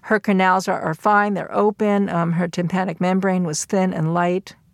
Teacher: So it's a reporting register because of the flat intonation